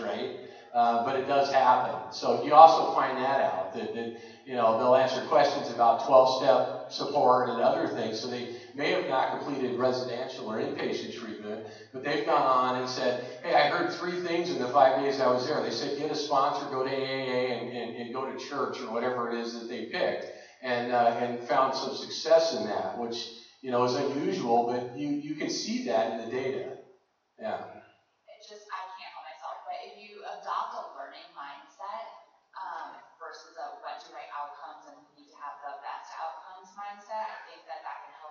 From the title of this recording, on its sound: NAATP 2019 National Leadership Conference - GENERAL SESSION 4